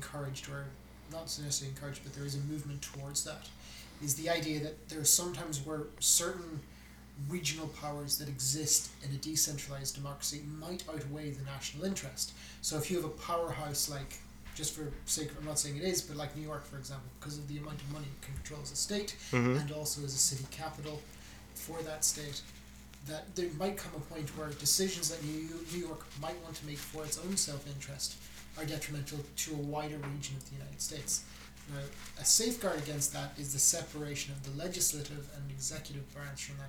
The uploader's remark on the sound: the audio for this episode requires everyone to turn up the volume, we apologise for any inconvenience caused!